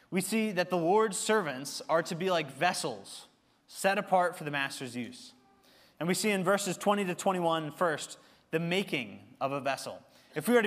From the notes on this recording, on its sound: Recorded service from October 15, 2023.